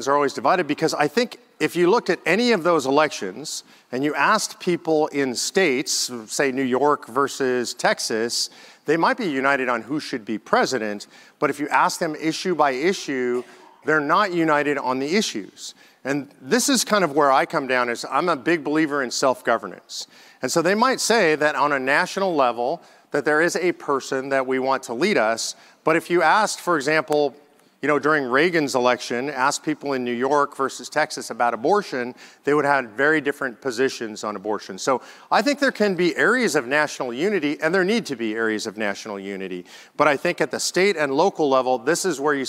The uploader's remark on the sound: Speaks at the National Conservative Student Conference and answers questions from the audience.